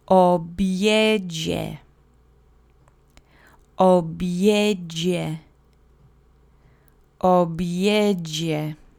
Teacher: The accent is on the middle syllable.